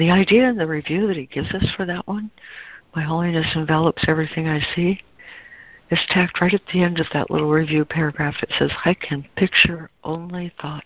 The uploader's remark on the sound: ACIM Daily Conference Call